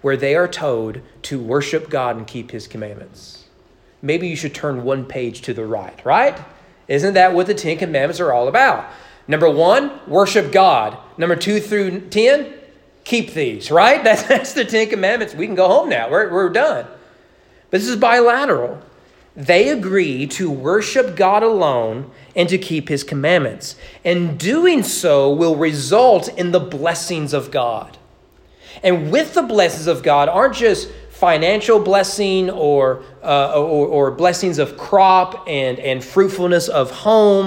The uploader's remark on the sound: Sermon preached at East Frankfort Baptist Church during Sunday evening worship.